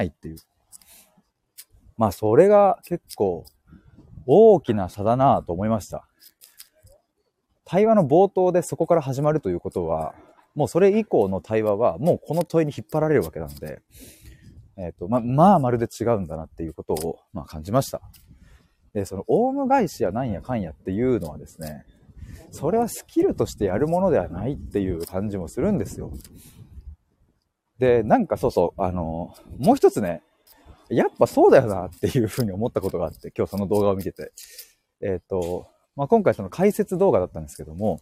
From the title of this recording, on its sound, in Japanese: 歩きながら話します